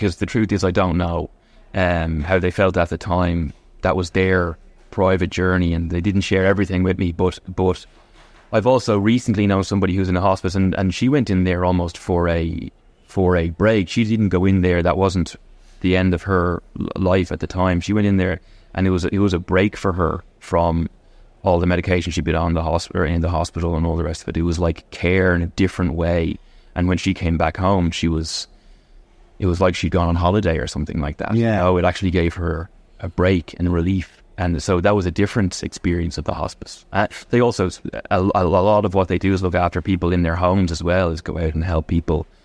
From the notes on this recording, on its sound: in Bewley’s on Grafton Street supporting Bewley’s Big Coffee Morning Social for Hospice